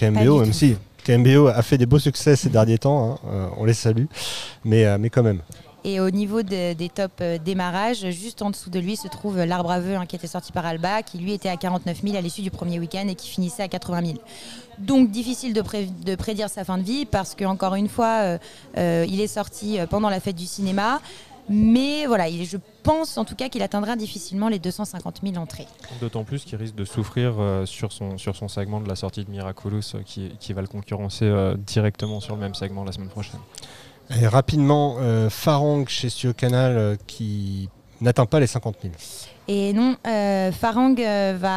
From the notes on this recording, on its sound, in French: Episode enregistré au cinéma Les 7 Batignolles dans le 17e arrondissement à Paris le 3 juillet 2023